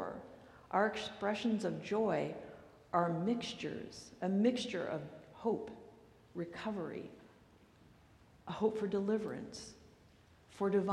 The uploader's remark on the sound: recorded live at the 8:00pm Christmas Eve service on Sunday, December 24, 2023.